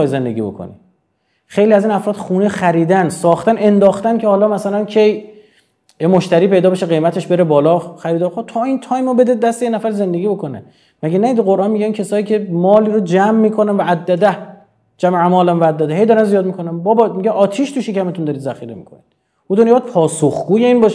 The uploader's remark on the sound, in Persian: سخنرانی (لایو)